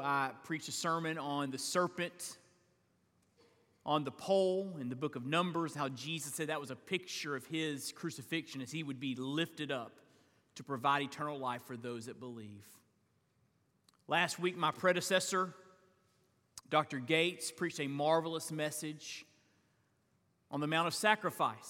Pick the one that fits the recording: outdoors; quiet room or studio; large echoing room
large echoing room